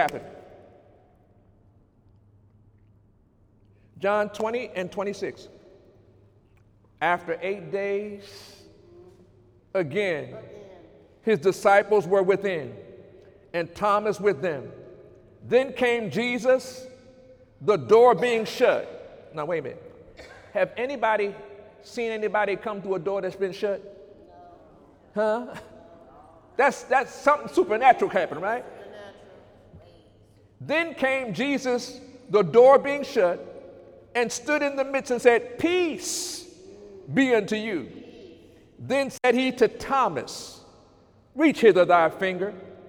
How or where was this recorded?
live audience